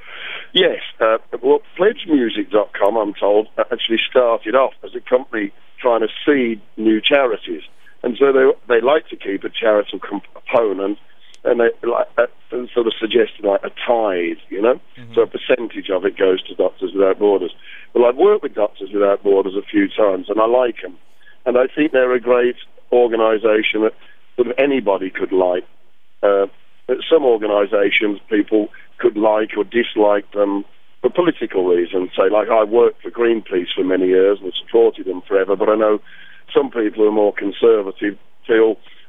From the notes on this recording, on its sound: took some time on the phone